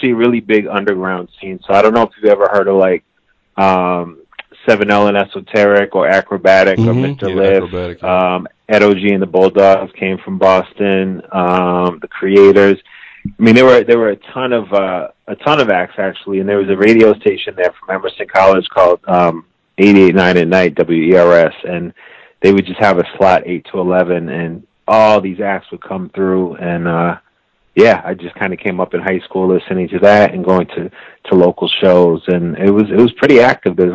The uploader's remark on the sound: He called in to BYNK Radio